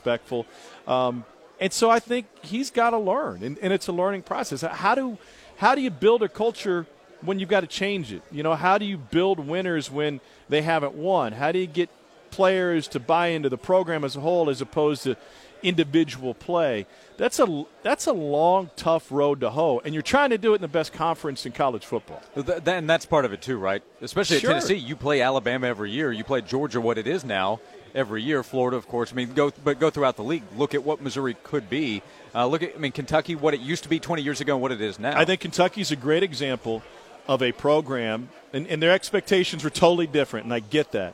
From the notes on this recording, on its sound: live from SEC Media Days in Hoover